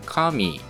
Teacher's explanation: 関西弁だとこれが逆になって紙というふうに高い低いというパターンになっています